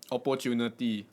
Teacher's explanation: you're supposed to stress paw